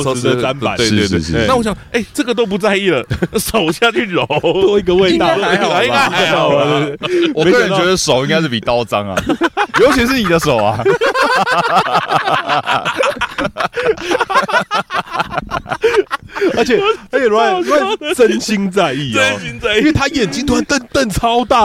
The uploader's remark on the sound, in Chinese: 這次我們嘗試在野外露營+錄音但沒有露出。並且在大自然的薰陶中跟大家分享我們的旅程。